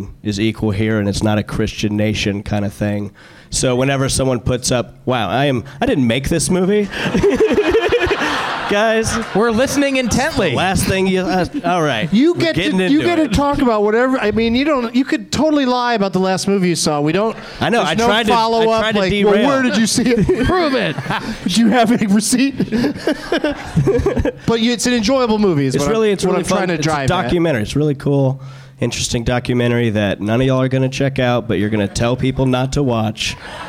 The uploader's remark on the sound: Live from Laugh Boston